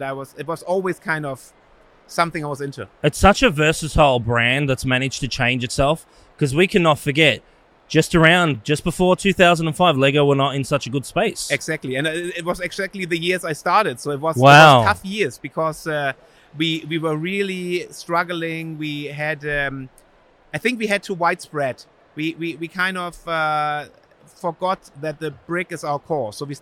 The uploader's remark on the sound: filming live on location at Brickvention 2023